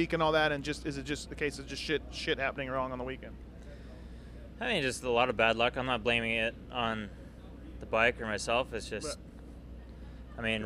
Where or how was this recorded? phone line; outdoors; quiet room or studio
outdoors